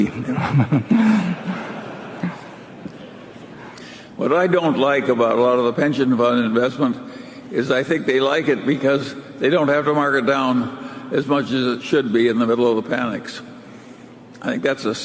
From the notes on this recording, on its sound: BRK 2019 AGM Highlight. One of the highlights from the five hours of Q&A at the 2019 Berkshire Hathaway AGM in Omaha.